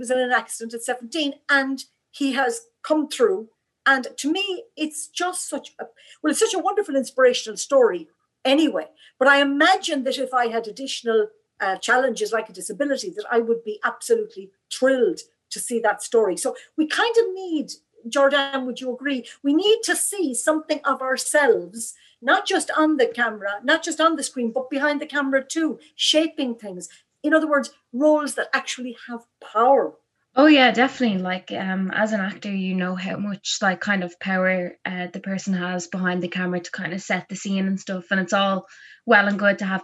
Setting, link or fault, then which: link, video call